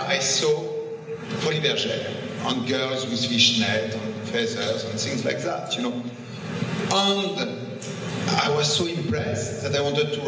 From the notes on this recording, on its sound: Lecture from his visit to Academy of Art University when he came to San Francisco for the opening of the exhibition at the de Young Museum.